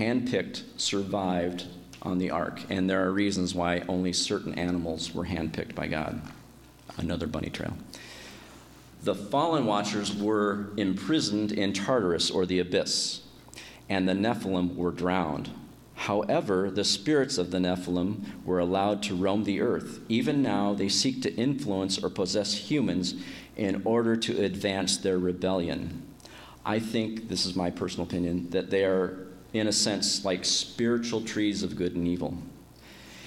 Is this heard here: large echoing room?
yes